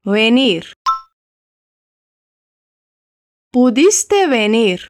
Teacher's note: Nesse caso, como a sua boca está entreaberta para falar o E, não tem aquele movimento de fechar e abrir a boca com a explosãozinha para fazer B. Você nem toca os lábios, só aproxima e tenta reproduzir o som de B com os lábios assim, próximos, mas sem se tocar.